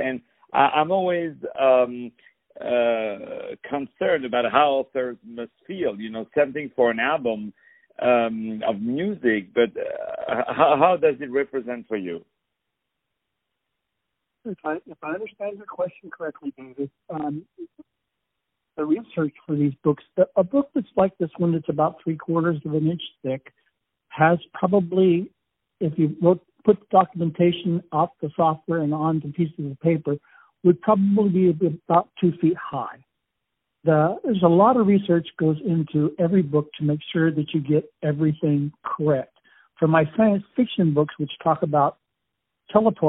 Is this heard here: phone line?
yes